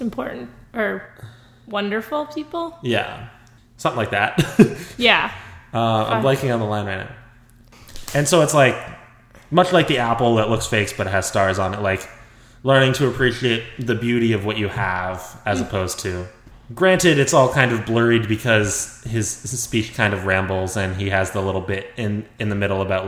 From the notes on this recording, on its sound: Sorry the audio is super echo-ey in this episode!